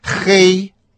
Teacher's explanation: Прилагательное «хэй» произносится с первым тоном.